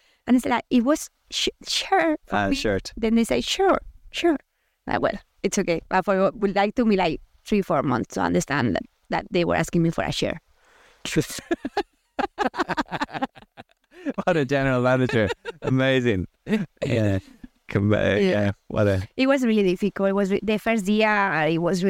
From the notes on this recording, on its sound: This episode was recorded in the woods so apologies for a not-so-perfect audio experience.